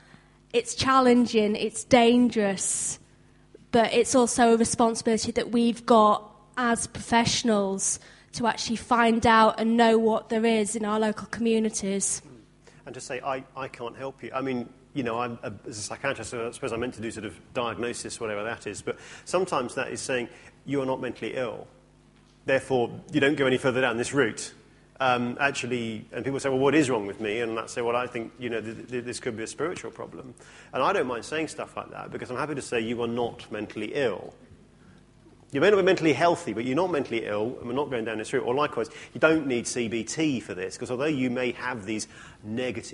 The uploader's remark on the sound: From our conference in Bradford in 2009